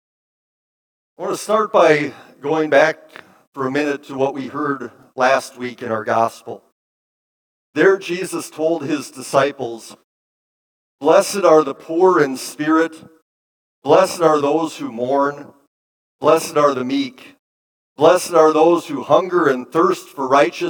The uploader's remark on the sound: Bethany, Appleton, WI. Preached this sermon at Bethany's Sunday worship on February 5, 2023.